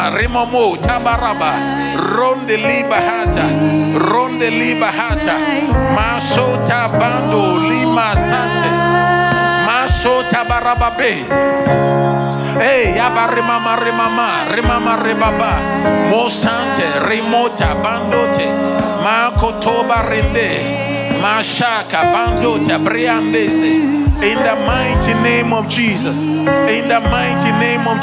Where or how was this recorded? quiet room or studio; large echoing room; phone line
large echoing room